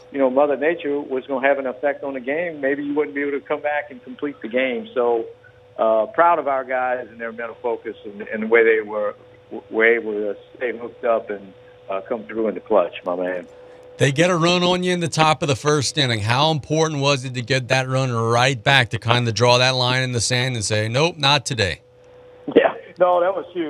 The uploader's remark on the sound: On the phones